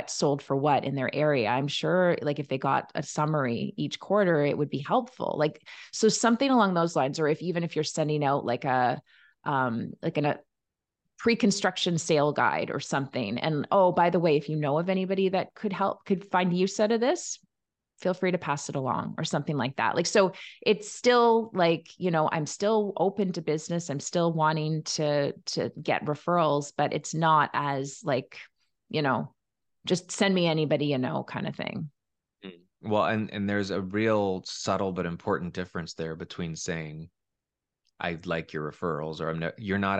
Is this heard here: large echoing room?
no